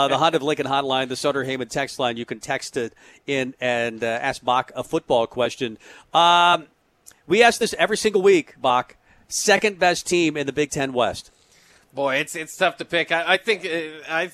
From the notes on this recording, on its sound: Tailgate Tuesday live from Chick-Fil-A